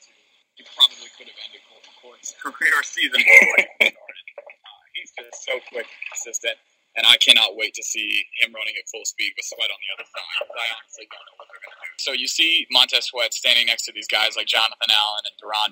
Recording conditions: phone line